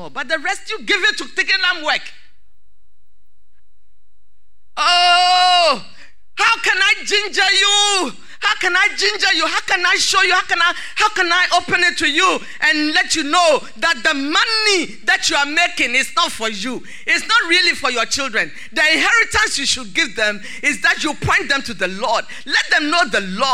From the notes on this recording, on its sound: Sermon preached at CBC Shiashie Campus.